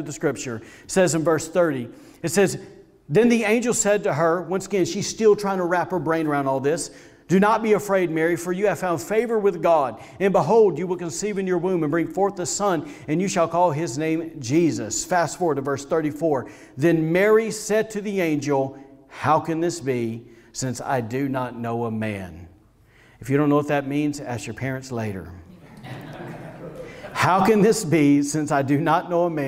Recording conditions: large echoing room